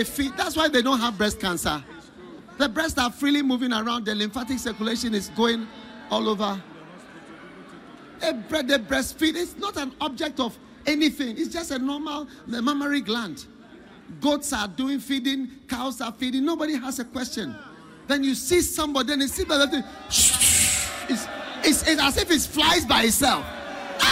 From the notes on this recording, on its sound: Preached at The Qodesh